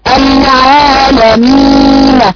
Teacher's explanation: عدم الاتيان بصفة التوسط في حرف النون سبب الوقوع في قلقلة حرف النون. المفروض اننا نراعي التالي، نأتي بصفة التوسط.